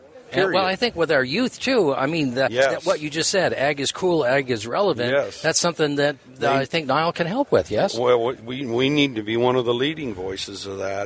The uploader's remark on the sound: Voices of Montana LIVE from the MATE Show